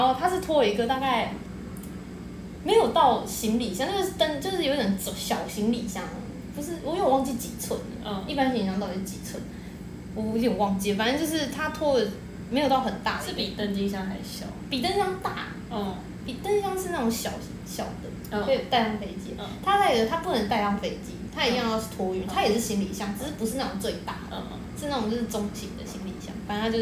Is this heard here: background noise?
yes